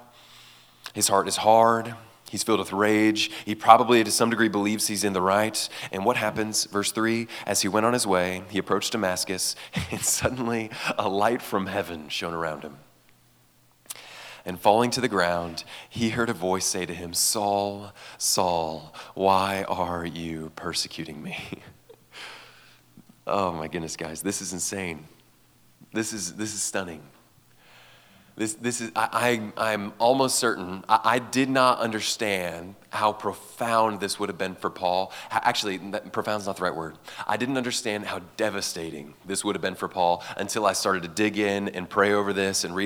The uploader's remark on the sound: Gave this message at Fall Conference 2023.